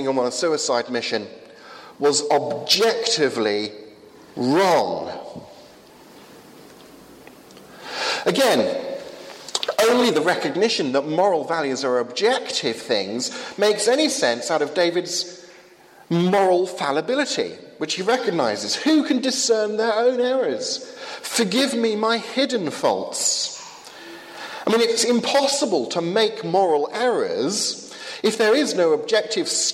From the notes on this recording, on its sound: from the 11 am service at Highfield Church Southampton, August 16th 2015